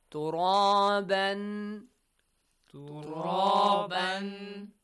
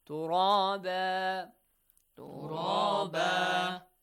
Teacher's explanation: This tanwin fatha is changed to alif. · Shown in: second take